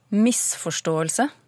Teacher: For i din dialekt så tvinger miss deg til å bruke tonelag to på hele ordet. Miss har på en måte en slags sånn tonelag 2-maskin innebygd i seg i din dialekt.